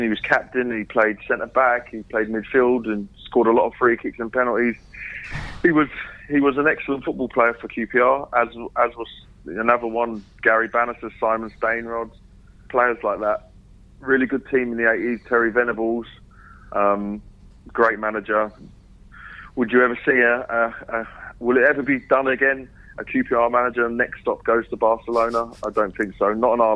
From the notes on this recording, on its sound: On the phone this week